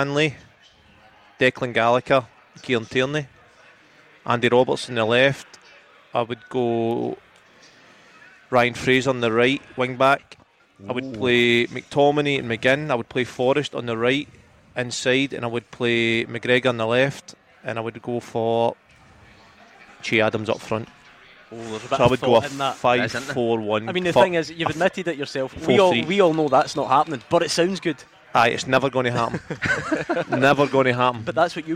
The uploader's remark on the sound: live from Scotland HQ at Drygate Brewery